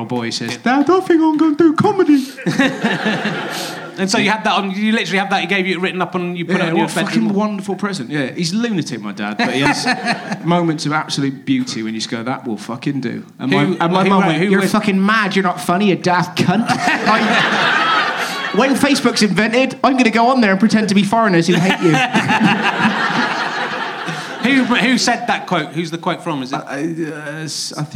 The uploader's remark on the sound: Leicester Square Theatre Podcast. Some audience interaction and some quite specific heckle put downs.